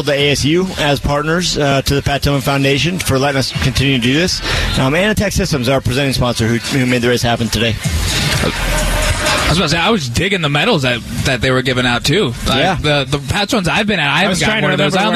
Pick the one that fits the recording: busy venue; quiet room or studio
busy venue